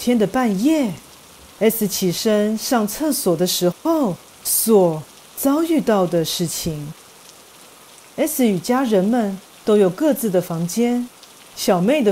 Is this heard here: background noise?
yes